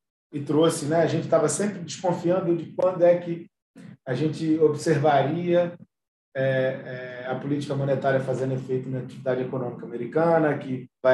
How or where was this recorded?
video call